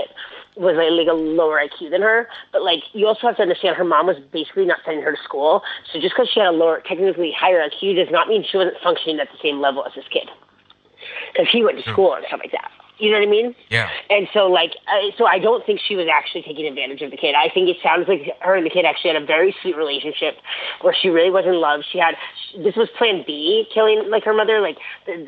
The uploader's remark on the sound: phoned in from the shelter